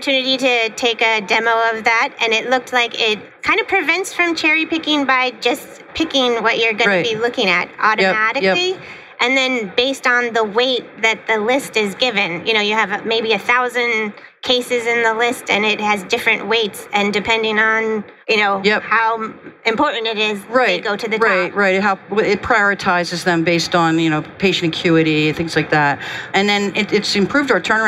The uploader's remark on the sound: Recorded live from the floor of HIMSS at the GE HealthCare booth.